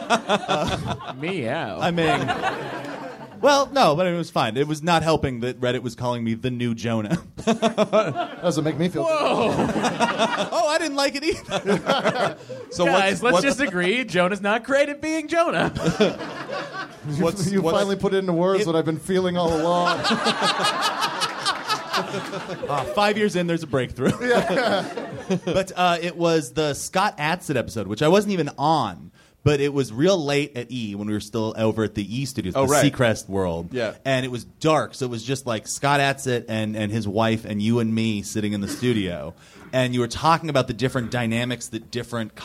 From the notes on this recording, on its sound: Do a live podcast at NerdMelt Showroom to celebrate.